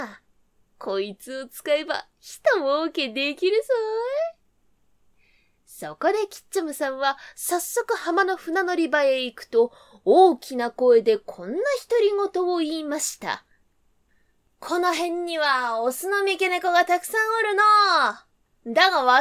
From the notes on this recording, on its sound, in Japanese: 自宅録音ですのでノイズなどはご了承くださいませ。